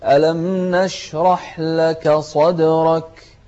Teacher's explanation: الكاف هنا من أحرف الهمس، خاصة إذا كانت ساكنة تكون أكثر همسا